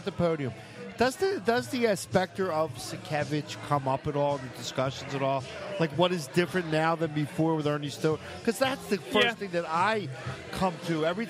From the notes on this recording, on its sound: Vuvu Soccer was live at Villa Capri in Doylestown!